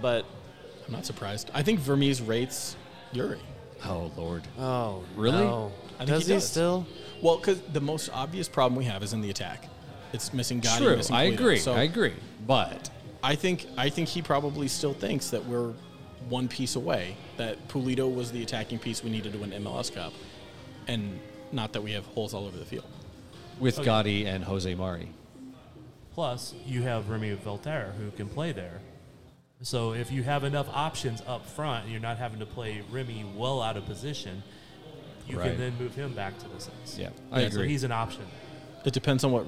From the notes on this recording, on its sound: We recorded this show at Strange Days! This episode is done, in its truest form, with beers in our hands.